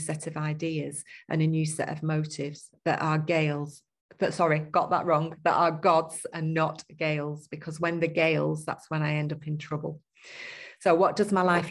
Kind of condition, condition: link, video call